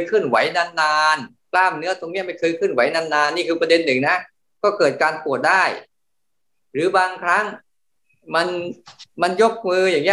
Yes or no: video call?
yes